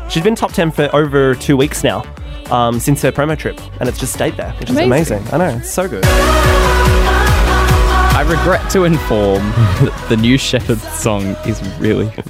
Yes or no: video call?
no